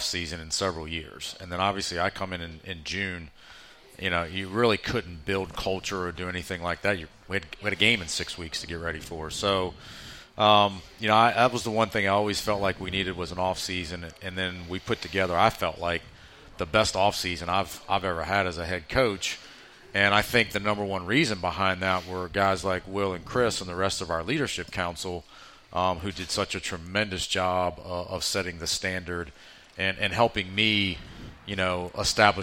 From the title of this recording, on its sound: LIVE from Vinson's Pub+Eatery